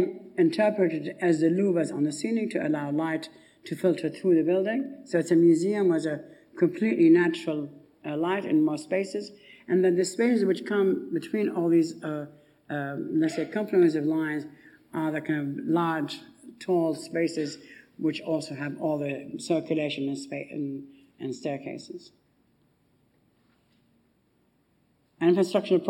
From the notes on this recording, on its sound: The annual Stephen Lawrence Memorial lecture in 2011. In a talk captured in archival footage from the RIBA Collections.